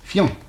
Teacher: Prononciation et lecture, conversation et lecture, c'est fiancé, c'est-à-dire deux syllabes. Donc, il ne faut pas prononcer un i, mais on prononce un iode, fian, une seule syllabe, voyons.